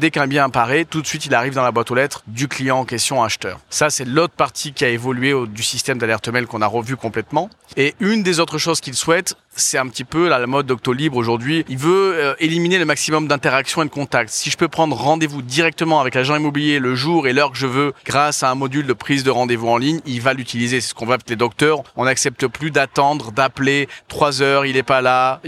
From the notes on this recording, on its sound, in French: pour ce nouvel épisode de Mon Podcast Immo en live de Franchise Expo.